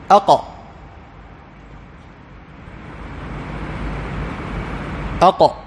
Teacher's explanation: فالقاف تخرج من الحنك اللحمي، أقصى اللسان، أقصى اللسان يرتفع فيلامس الحنك اللحمي · Term: مخرج القاف